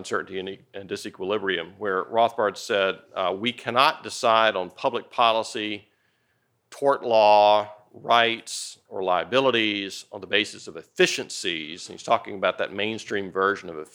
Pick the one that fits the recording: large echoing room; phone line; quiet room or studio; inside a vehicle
large echoing room